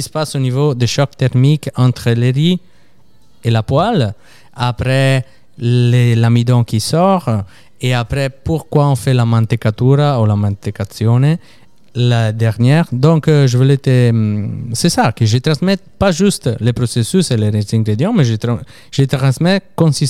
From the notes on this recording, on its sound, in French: Merci au restaurant Lola Rosa de nous avoir accueilli pour enregistrer le podcast